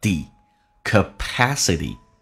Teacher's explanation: capacityT 发成 D 这个发音而且关键后面那个最后一个 E 是一个长元音